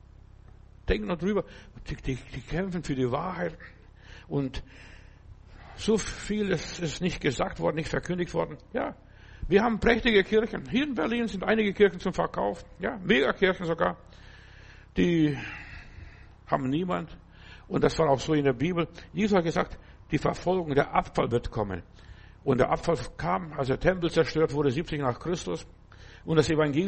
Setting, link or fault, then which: setting, large echoing room